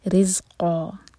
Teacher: را کے نیچے کسرہ تو را باریک